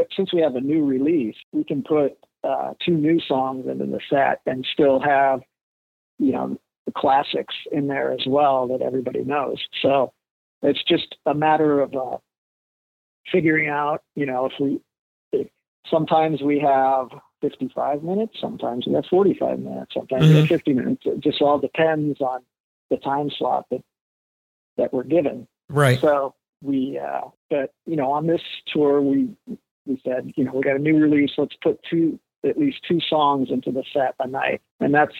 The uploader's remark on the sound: Although the original intent was to do a video interview, it just didn’t happen. After several attempts to get it to work, we settled on just doing an old-school phone interview.